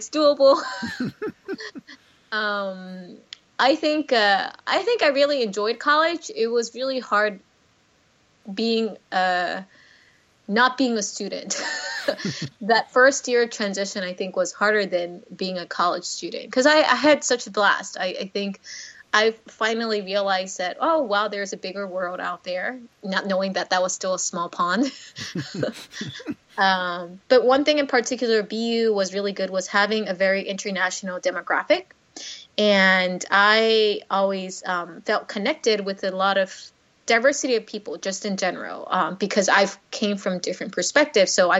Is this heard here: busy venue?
no